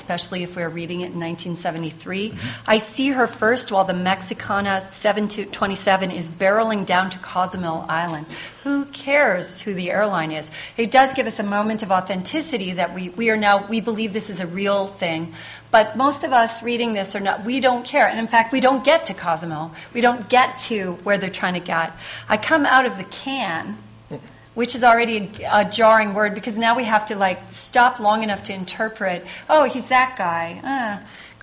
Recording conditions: live audience